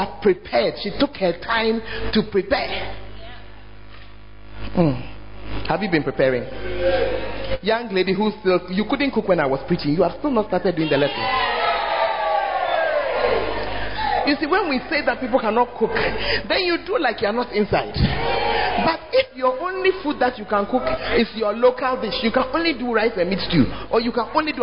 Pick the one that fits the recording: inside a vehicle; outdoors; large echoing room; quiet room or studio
large echoing room